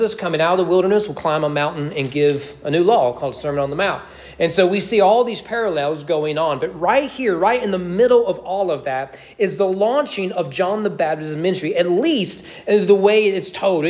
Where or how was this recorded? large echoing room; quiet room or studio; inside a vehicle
large echoing room